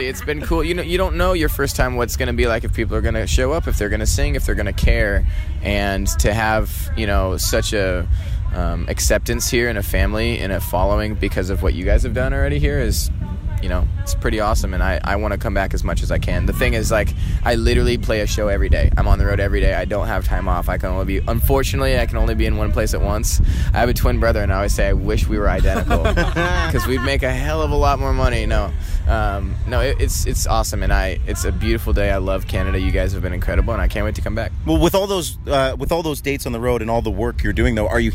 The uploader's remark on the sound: Live from Boots & Hearts. At Boots & Hearts 2018.